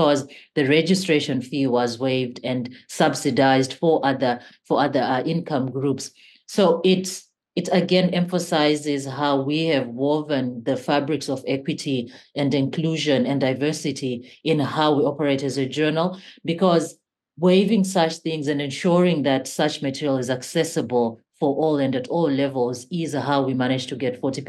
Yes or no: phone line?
no